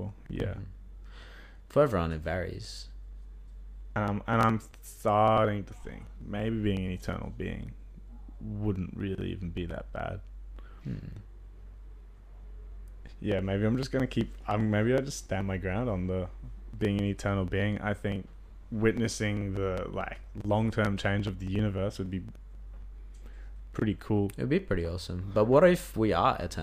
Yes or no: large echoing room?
no